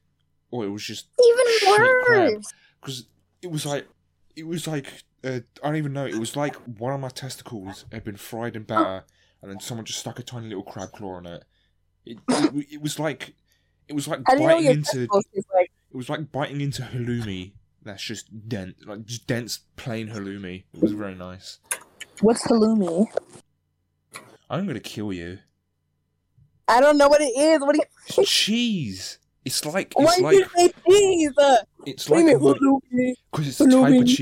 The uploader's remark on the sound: This is an audio hate crime. We're sorry to the headphone users listening to this.